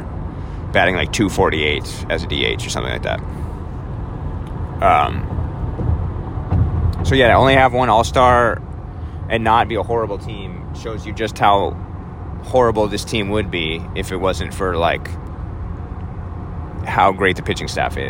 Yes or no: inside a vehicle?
yes